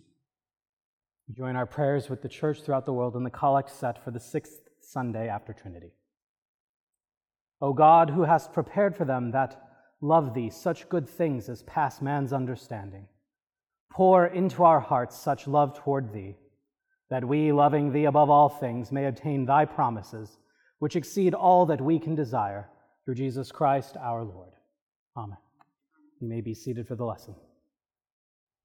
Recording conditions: large echoing room